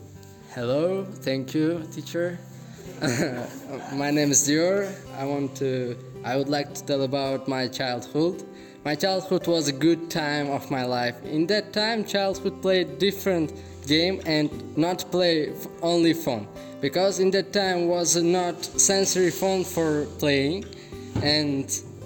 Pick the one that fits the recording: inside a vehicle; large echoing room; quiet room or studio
large echoing room